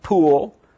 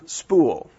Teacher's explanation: In phonetics, they're not the same. One has a big puff of air after it and the other one doesn't. · Term: aspirated P